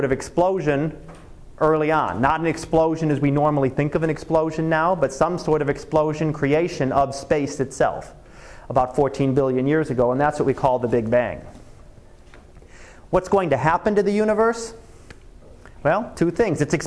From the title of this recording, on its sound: Live Class Lecture